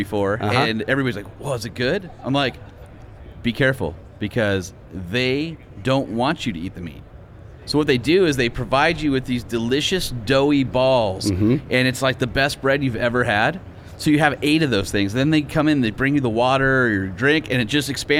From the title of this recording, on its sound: SEMA Show 2023 Part 1, Live From The EGR Booth